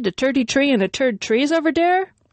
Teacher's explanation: We do away with that unpleasant noise in Ireland. To us, the TH sound is simply replaced with a T, unvoiced, or a D, voiced.